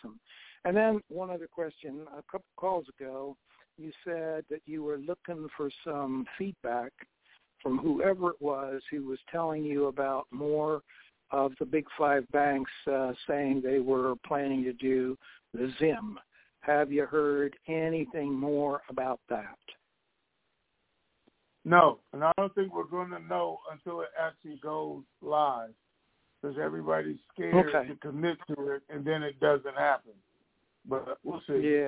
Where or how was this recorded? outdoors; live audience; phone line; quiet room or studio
phone line